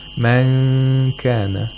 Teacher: we have ikhfa of Nun Sakina here. And you have to approximate the letter kaf.